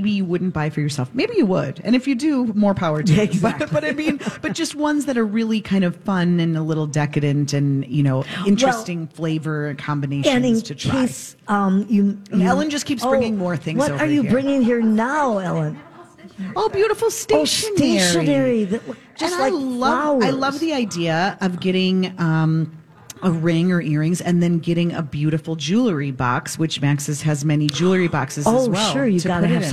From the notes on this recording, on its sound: Live at Max's Fine Jewelry!